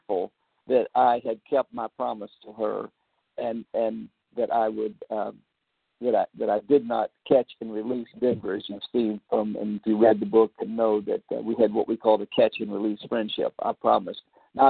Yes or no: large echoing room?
no